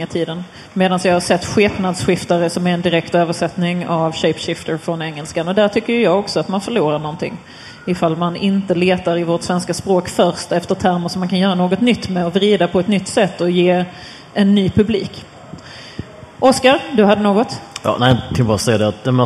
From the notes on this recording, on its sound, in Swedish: spelar in ett specialavsnitt inför publik